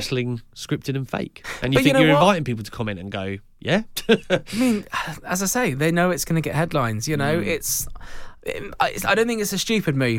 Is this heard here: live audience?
no